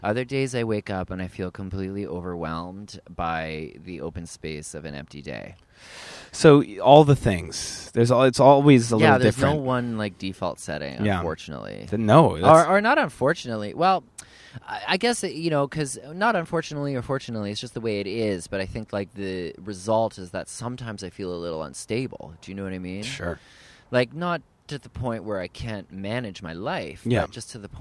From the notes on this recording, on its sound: in Prospect Park